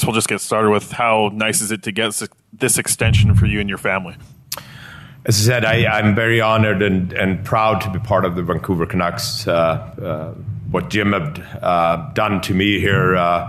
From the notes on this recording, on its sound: The full press conference from this morning. By the Vancouver Canucks.